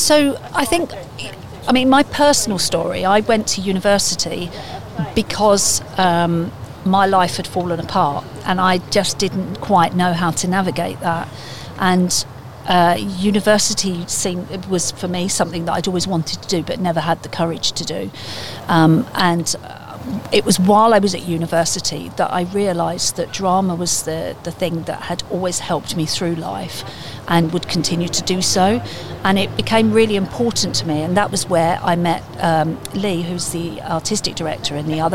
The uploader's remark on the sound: joins us in the discussion outside of Willow's Coffee House in the town